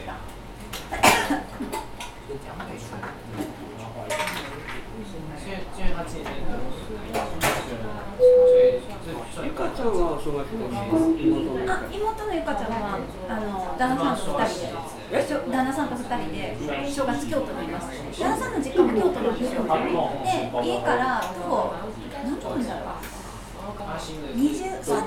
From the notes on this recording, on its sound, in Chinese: 士林捷運站附近的隱藏咖啡廳。聽著之前在他們店裡錄製的聲音。